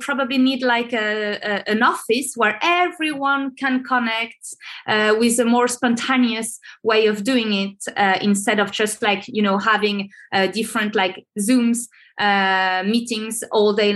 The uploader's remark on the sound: This episode was recorded through a Zoom-call on November 24, 2021.